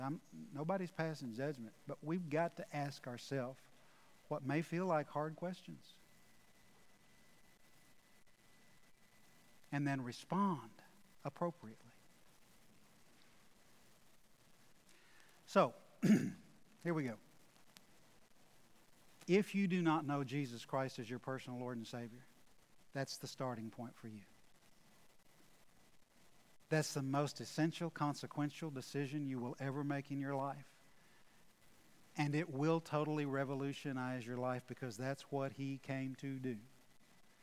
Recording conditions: large echoing room